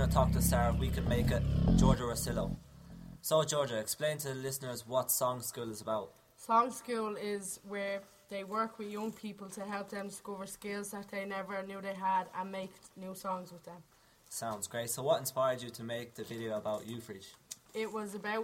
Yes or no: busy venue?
yes